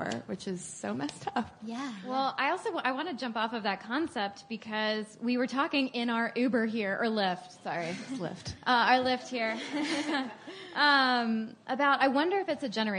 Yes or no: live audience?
yes